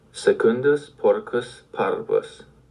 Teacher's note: Because secundus has a double consonant, the stress comes on the second syllable. Double consonants make the preceding vowel heavy.